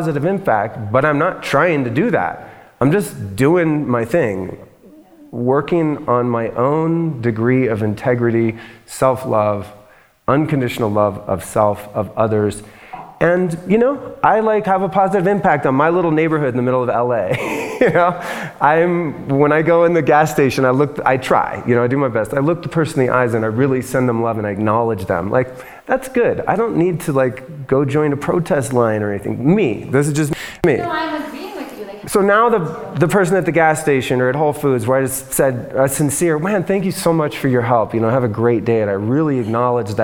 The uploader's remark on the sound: LIVE AT ASPEN SHAKTI. Today’s show is a live recording. In my hometown, Aspen Colorado. The event was recorded at Aspen Shakti.